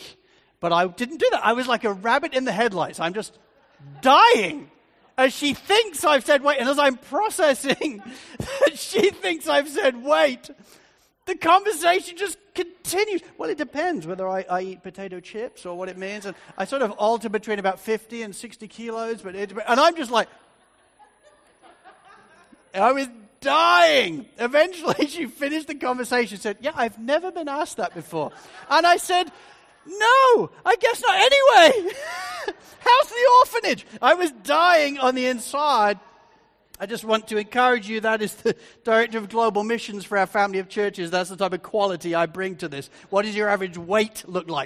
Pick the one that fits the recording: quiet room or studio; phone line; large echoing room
large echoing room